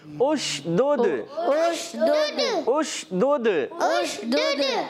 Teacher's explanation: تو شین میں تفشی ہوگی، منہ میں آواز پھیل جاتی ہے۔